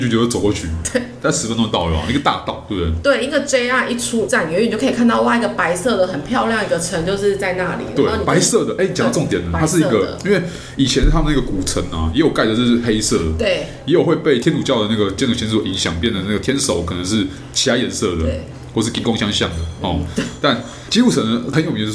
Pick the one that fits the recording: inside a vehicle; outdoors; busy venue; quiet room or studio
busy venue